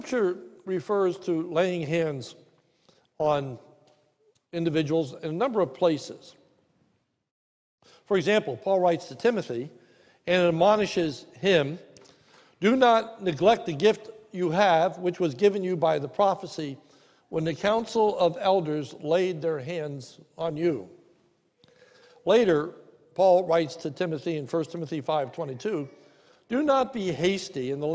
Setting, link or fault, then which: setting, large echoing room